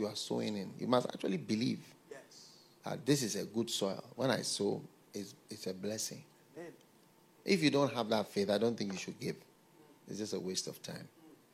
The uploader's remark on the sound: Preached at the FLOW Church.